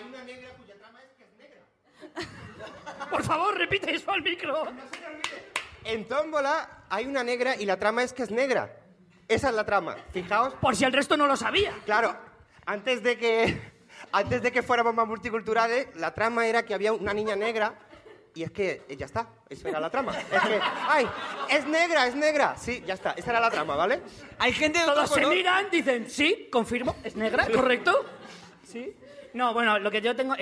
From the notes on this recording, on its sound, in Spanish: Podcast en directo desde la primera edición de las Chulapod de Madrid.